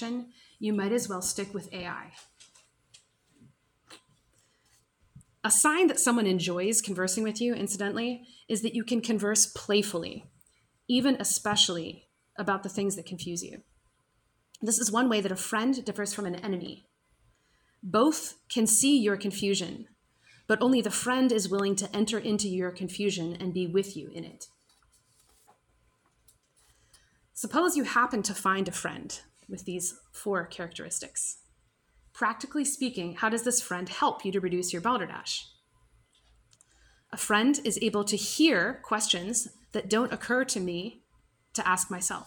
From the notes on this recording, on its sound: This lecture was given on September 28th, 2023, at the University of Illinois at Urbana-Champaign.